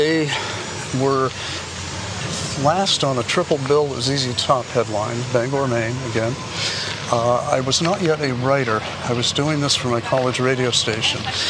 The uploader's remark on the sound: Takin A Walk in Brookline Mass.